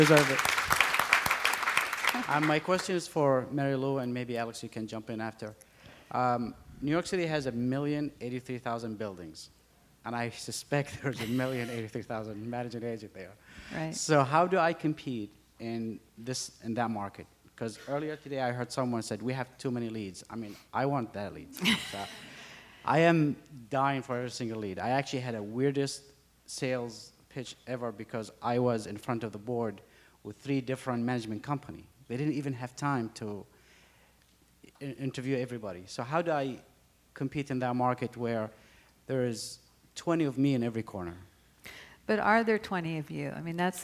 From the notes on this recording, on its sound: PM Grow Summit 2017 Panel. This was done as part of a live segment at the recent PM Grow Summit in West Palm Beach.